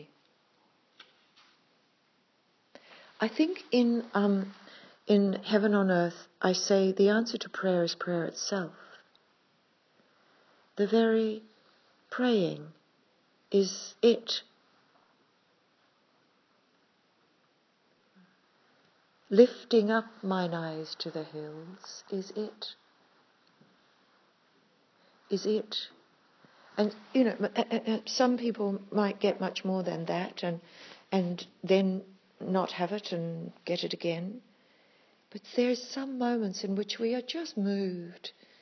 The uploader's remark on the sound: A Mana Retreat Centre talk. This is just one of a series of talks that day, given with spontaneity and heart, and recorded informally on an iPhone.